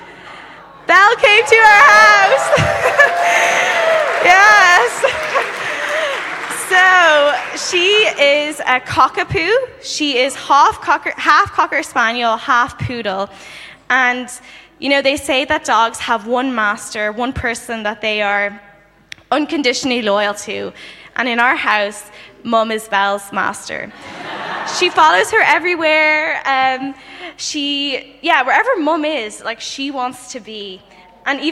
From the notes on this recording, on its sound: Saturday Morning Session of the 2023 Every Nation Campus Conference hosted by Every Nation Berlin